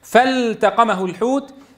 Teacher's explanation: واللام والتاء من المتقاربين وهما بالإظهار في هذا الموضع